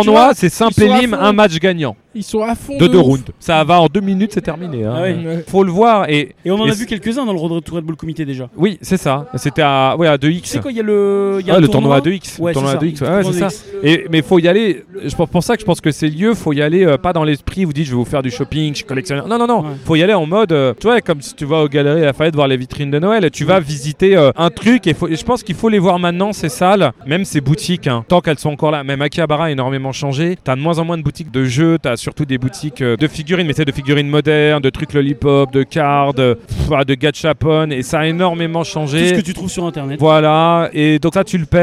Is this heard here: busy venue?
yes